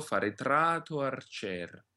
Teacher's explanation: both vowels are rather short. Therefore, neither of them is dominant over the other. You want to keep them both round and soft. · Term: phrasal diphthong